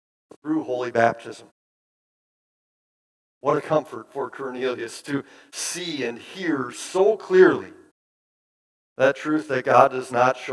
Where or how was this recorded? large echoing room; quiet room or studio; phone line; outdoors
large echoing room